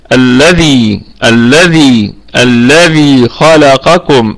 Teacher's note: الذال فيها مد طبيعي وصلا وقفا، الذي الذي الذي خلقكم، هكذا مد طبيعي وصلا وقفا، يعني نقف عليها بالمد الطبيعي، وايضا هو ثابت في حالة الوصل.